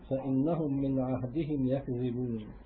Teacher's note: والواو المضموم ما قبلها ليست حرفا إنما هي طول للضمة ضمة طويلة